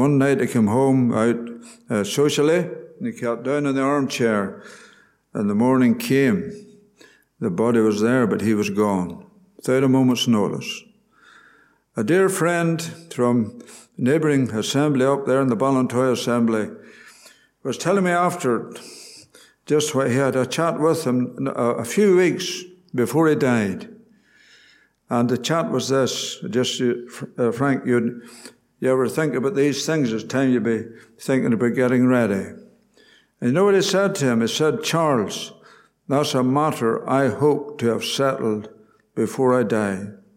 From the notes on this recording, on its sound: Gospel Audio from Ballyclare Gospel Hall.